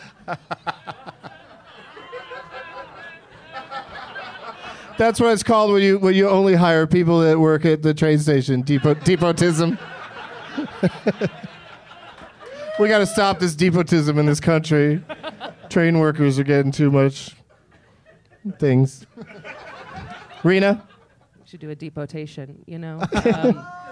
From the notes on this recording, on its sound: Live from Zanies in Rosemont, IL